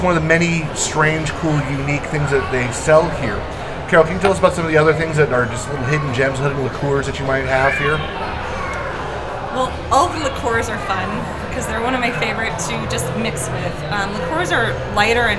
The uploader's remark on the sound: ON-SITE REVIEW AT VOM FASS Huntington Beach, ca. A visit to Vom Fass at Pacific City in Huntington beach, CA.